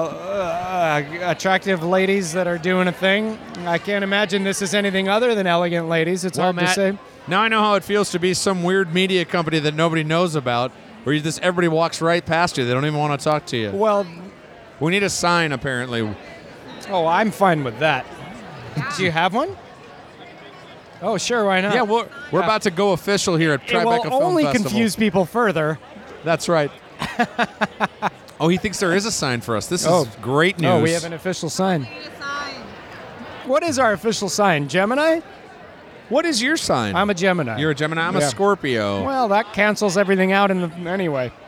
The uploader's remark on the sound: LIVE FROM THE TRIBECA FILM FESTIVAL RED CARPET